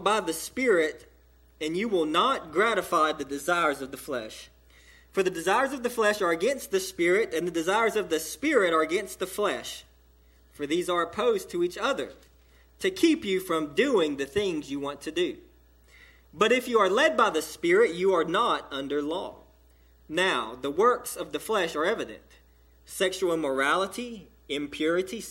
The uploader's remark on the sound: sermon delivered to Cottondale Baptist Church on 6/24/17 during the 11:00am service